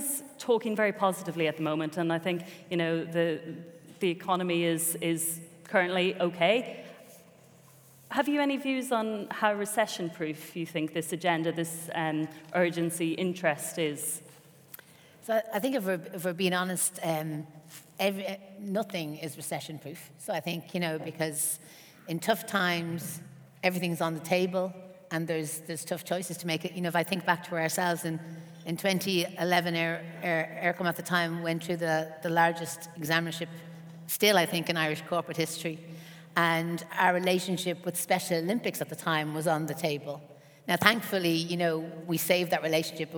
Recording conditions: live audience